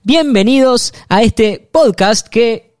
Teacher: Entonces, en vez de decir, bienvenidos, como es, uno tiende a poner el acento, digamos, en la primera sílaba · Term: esdrujulizar